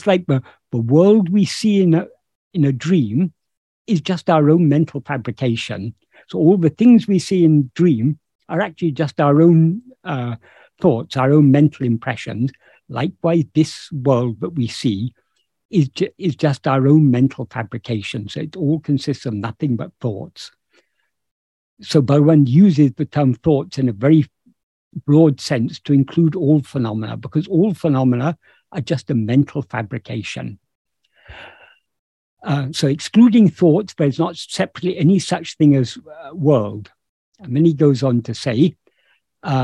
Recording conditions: video call